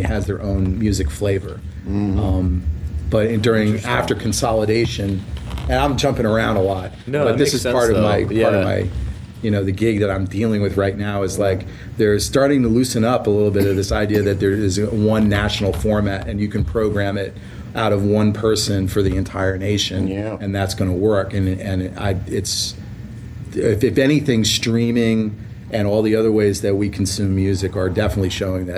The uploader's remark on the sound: This was recorded at the Music Biz Conference in Nashville on May 17th, 2016.